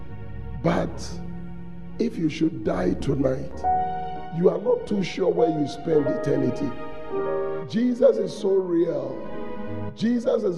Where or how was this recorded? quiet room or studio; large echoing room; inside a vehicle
large echoing room